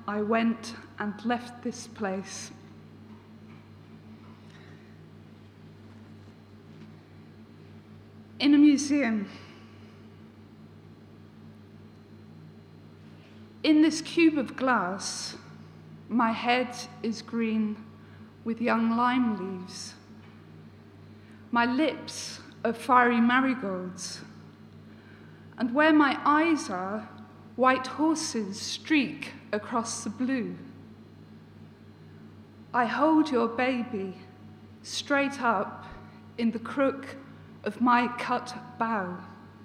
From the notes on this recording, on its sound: This recording is taken from the Writers Centre Norwich salon. Poetry reading at the WCN Salon.